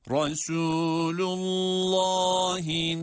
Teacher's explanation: Burada Resul derken de ra harfi kalın, sin harfi ince ve met ile okunuyor.